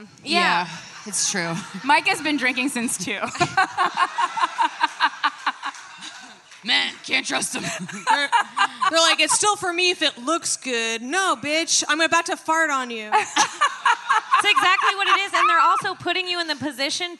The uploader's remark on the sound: Live from Skankfest South in Houston, Texas.